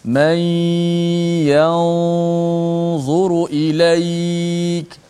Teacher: gunnah kita bunyi seakan-akan tebal sedikit · Term: ikhfa